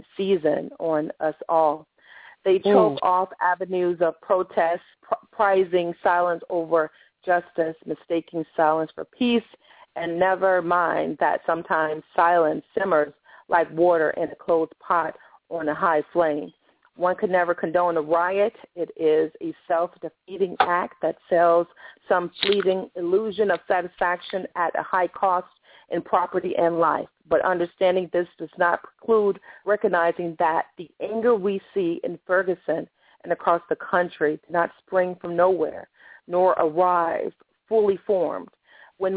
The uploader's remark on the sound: open up the phone lines